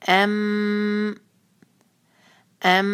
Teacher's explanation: میم پہ شدہ ہے تو یہاں پر ہم کریں گے غنہ اور اس کو دو حرکہ کھینچیں گے